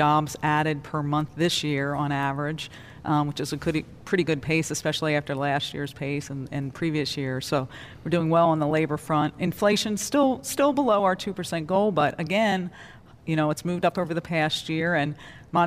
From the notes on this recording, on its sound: Live from the Federal Reserve Bank of Cleveland.